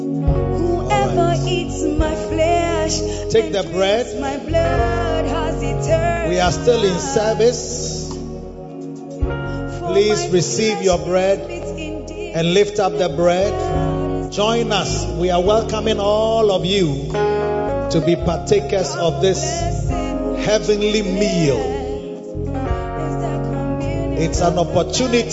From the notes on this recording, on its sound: Preached at the Escape 2023 - The Makarios Cathedral, HQ